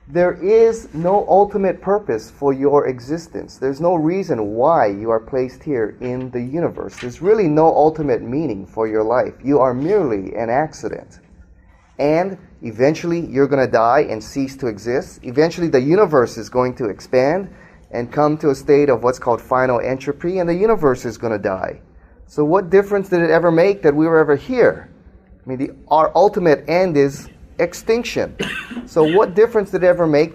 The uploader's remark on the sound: speaks to a live audience